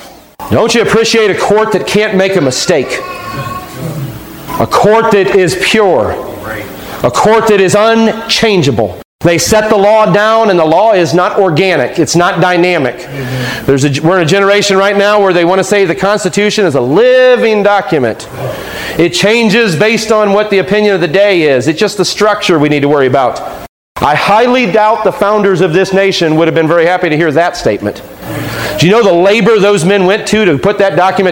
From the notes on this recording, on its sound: Taken from a sermon preached on July 5, 2015